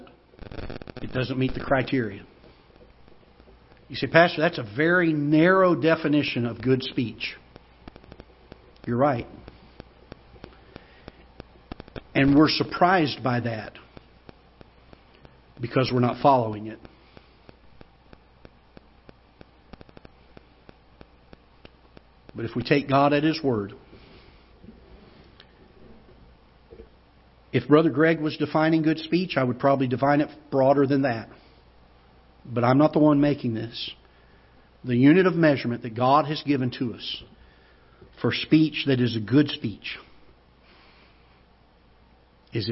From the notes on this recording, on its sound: Ketha Heights Baptist Church ~ Live Broadcast.